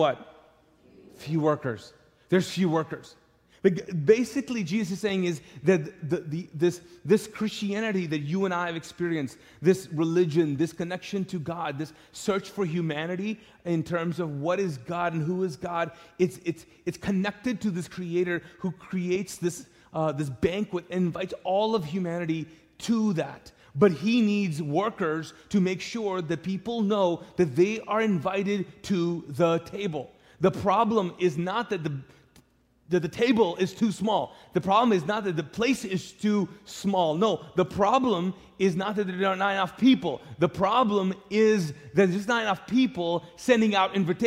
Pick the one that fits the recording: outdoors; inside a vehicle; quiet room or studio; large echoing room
large echoing room